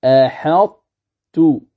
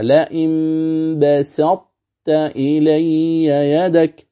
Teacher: يحصل إدغام الطاء في التاء، إذن فتصير تاء مشددة لكن تبقى صفة الاستعلاء